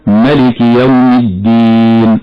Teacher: ومن الخطأ هنا النطق بدون ألف في كلمة مالك هكذا ملك يوم الدين، من الخطأ رواية.